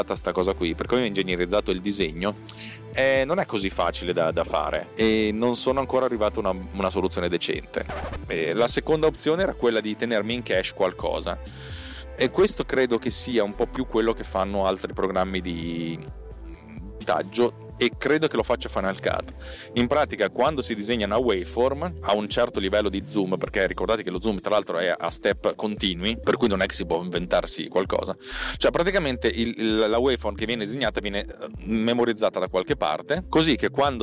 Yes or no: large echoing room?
no